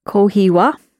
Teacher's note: If you want to offer somebody coffee, you can say kohi wa, and just slightly raise the wa intonation.